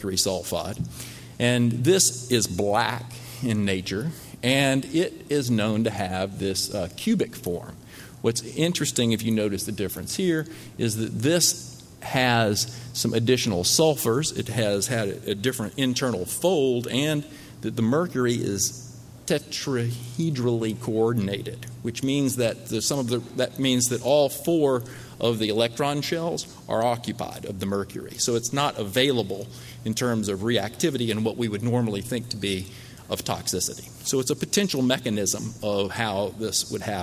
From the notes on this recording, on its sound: as part of the Tibetan Medicine Conference on Mind-Body Health held at Harvard in October, 2017